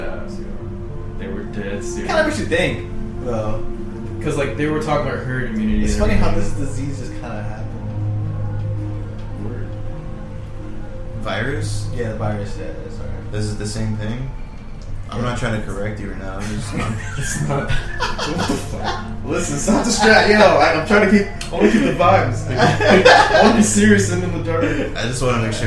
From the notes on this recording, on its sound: The audio is pretty meh this episode. We're so laid back that nobody could get up to adjust the mic.